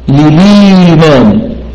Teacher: للإيمان وقعت الهمزة قبل ياء المد، لو أنها حققت للإي لكنا الهمزة مثبتة، لكن ورشا يقرأ بنقل حركة الهمزة إلى الساكن قبلها